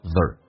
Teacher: 在口语化当中，它不会说 thereare，它会说成 the，咬舌音加一个轻度卷舌叫 the